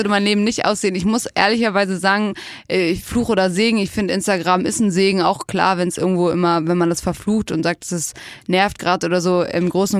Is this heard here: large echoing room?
no